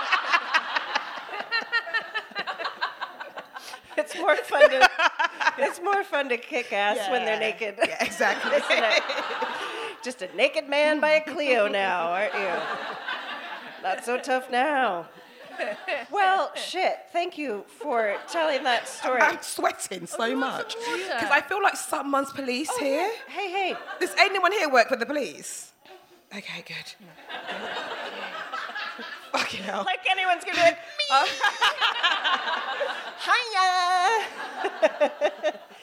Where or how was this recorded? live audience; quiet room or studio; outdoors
live audience